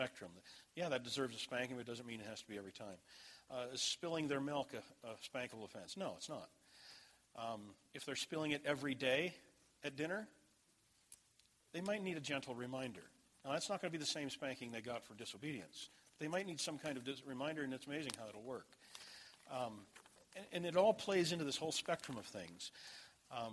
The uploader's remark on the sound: This message was delivered at Desert Springs Church, Albuquerque, NM.